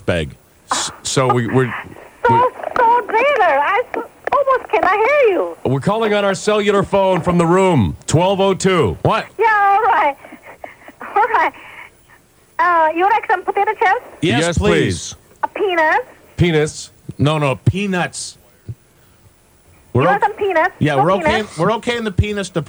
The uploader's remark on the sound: phone call